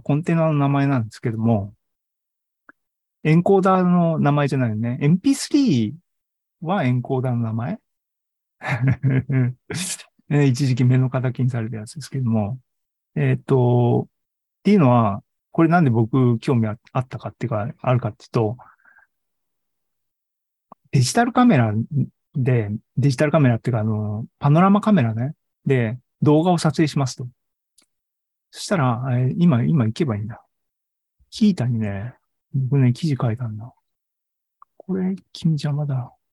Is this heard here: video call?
yes